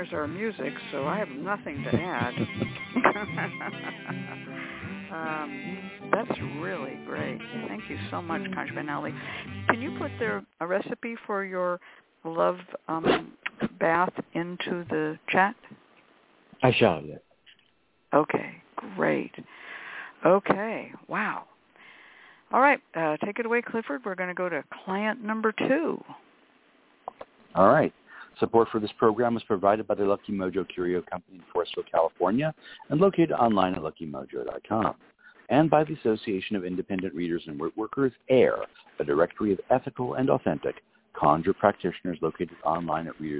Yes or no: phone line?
yes